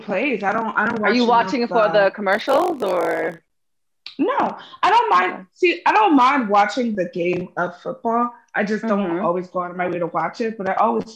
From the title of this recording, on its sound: Zoom Pod